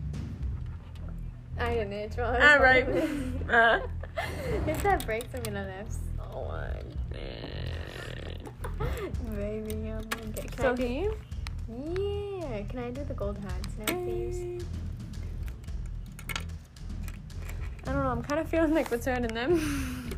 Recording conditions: sounds in the background